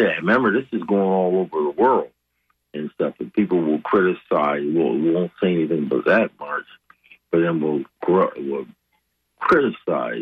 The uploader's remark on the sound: unique magazine format call-in show